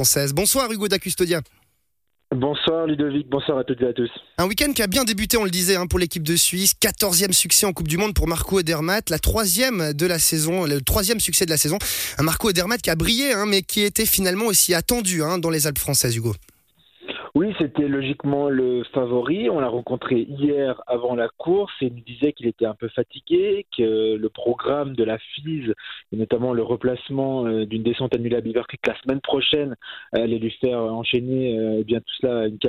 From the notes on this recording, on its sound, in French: Notre envoyé spécial dans les Alpes françaises. Était avec nous, par téléphone.